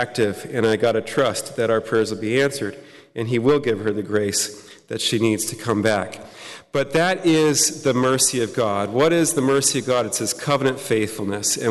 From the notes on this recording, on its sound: Talk Two presented at the Fullness of Truth Conference